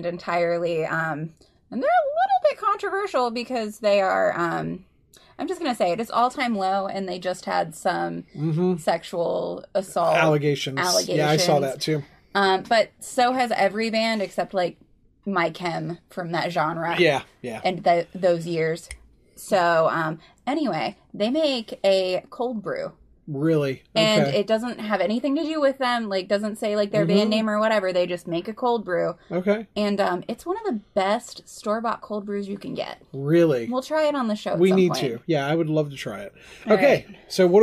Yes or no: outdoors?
no